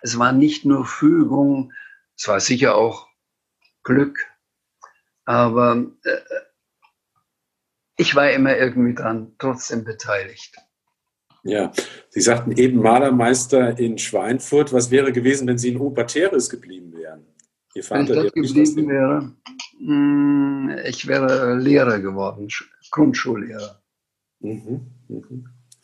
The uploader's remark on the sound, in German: Aus Gründen der Corona-Pandemie konnte der Abend leider nur als Zoom-Konferenz stattfinden. Das Publikum und auch die Gesprächspartner waren lediglich über das Internet miteinander verbunden.